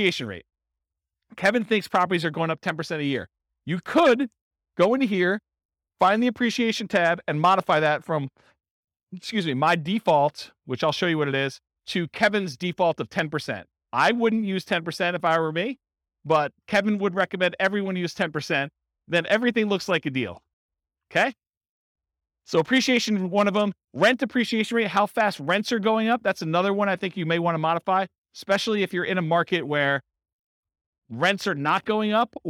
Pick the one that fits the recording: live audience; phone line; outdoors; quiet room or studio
live audience